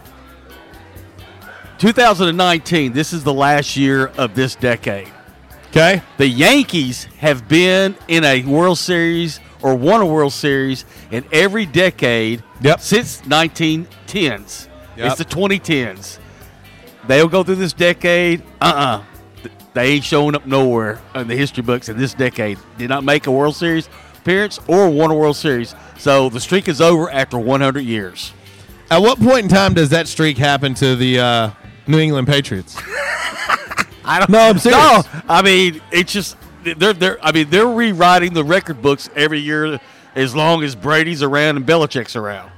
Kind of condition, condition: setting, busy venue